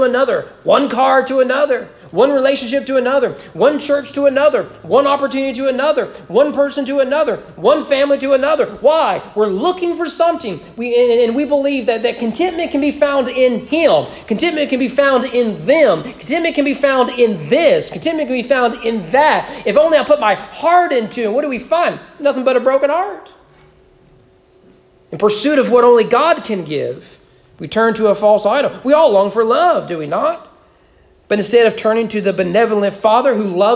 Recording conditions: large echoing room